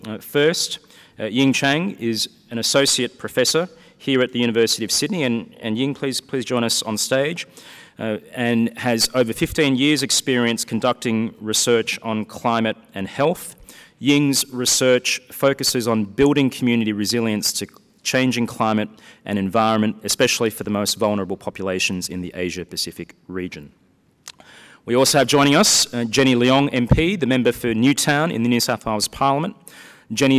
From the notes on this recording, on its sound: This event was recorded on Monday 2 March, 2020.